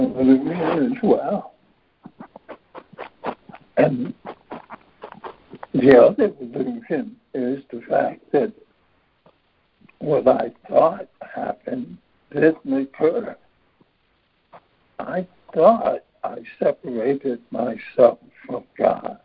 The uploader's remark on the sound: ACIM Daily Conference Call